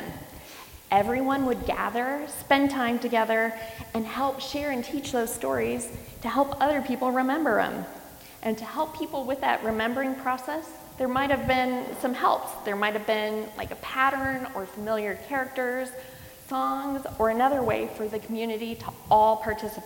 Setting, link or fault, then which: setting, large echoing room